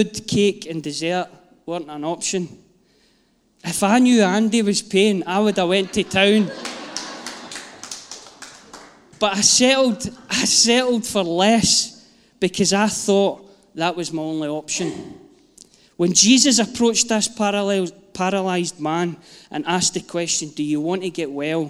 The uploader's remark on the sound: Live from our Sunday gathering 03/07/22